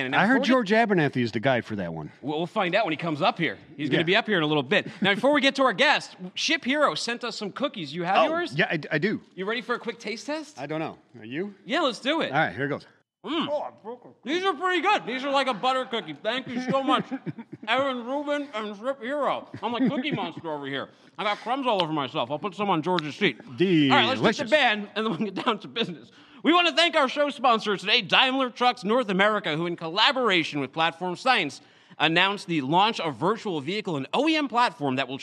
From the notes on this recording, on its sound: coming to you live from day 3 at F3.